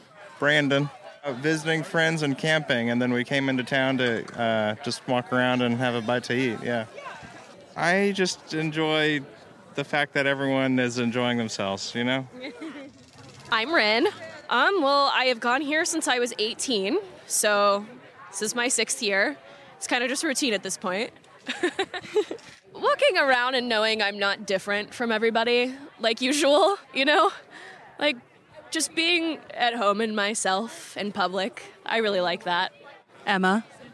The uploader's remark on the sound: WFHB News Interviews Attendees of 2022 Bloomington Pridefest. Attended the Bloomington Pridefest on August 27th and spoke with several attendees.